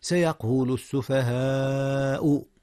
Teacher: يقول الله تبارك وتعالى: سيقول السفهاء. المد هنا مد متصل يا أستاذنا، حيث الألف والهمزة في كلمة واحدة